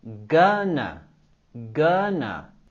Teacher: Con la palabra gonna, queremos subir la entonación en la primera sílaba.